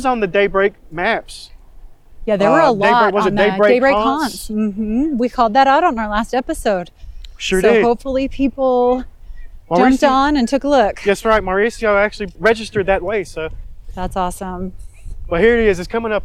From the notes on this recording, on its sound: Live in the streets of Daybreak for Halloween 2023. They visit a backyard haunted maze.